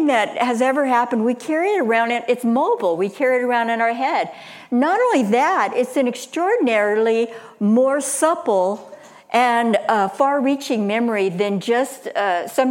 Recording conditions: large echoing room